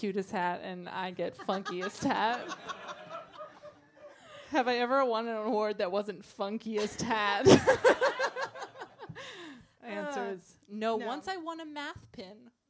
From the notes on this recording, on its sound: Recorded at Union Hall Oct 24, 2017